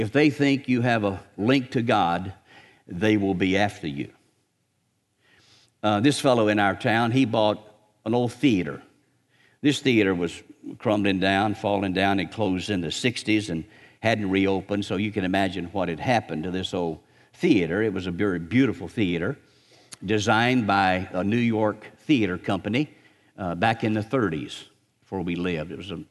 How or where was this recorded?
large echoing room